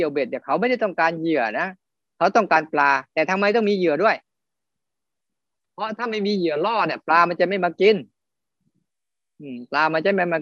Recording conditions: video call